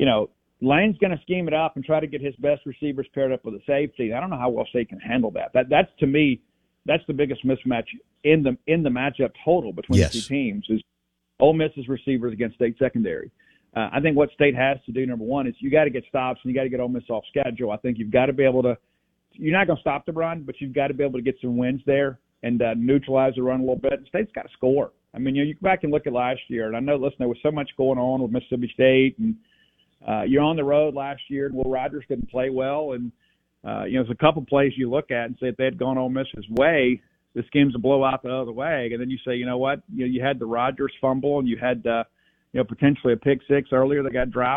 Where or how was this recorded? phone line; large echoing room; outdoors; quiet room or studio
phone line